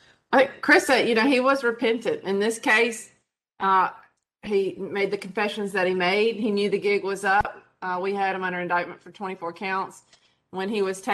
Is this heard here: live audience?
no